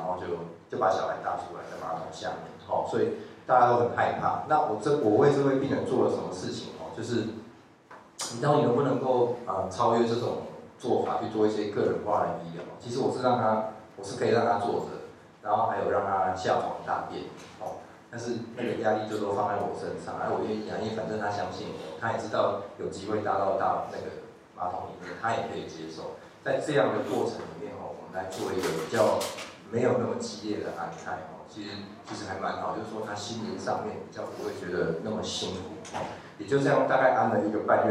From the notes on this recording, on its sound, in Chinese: 當天只有用手機錄音，有些背景雜音請見諒。